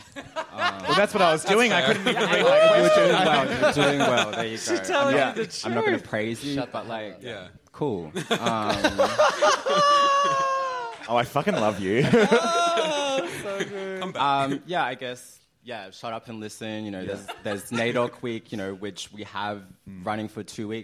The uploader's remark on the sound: The Gays Are Revolting Live in Melbourne, again! In front of a sold-out crowd in Brunswick.